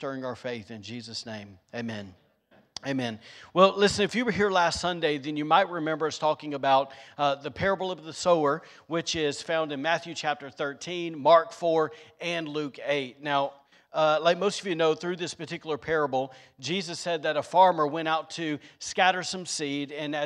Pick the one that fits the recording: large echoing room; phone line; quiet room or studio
large echoing room